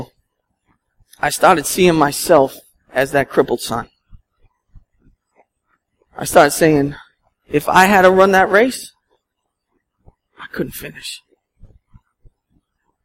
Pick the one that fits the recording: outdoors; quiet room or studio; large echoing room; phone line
large echoing room